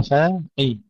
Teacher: ترقيق الفاء وتفخيم القاف